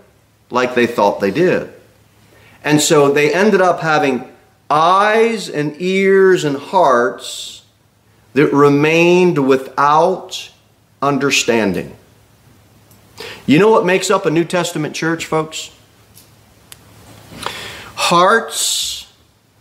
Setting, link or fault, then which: setting, large echoing room